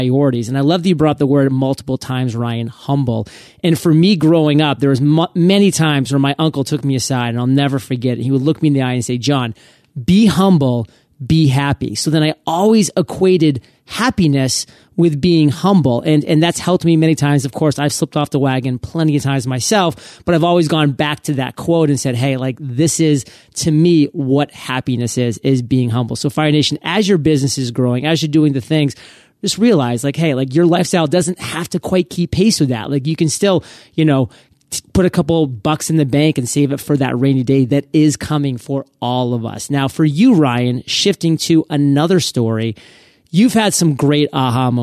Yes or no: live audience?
no